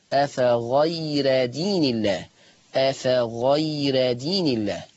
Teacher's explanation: خلي بالكم أفغير هرقق الراء لورش إمتى؟ في الوصل.